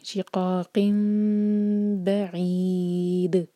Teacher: میم پر ہولڈ کریں گے اور ایسے ہولڈ کریں گے کہ ہونٹوں کو ٹائٹ بند نہیں کریں گے، اور دو سیکنڈس کا ٹائم دیں گے.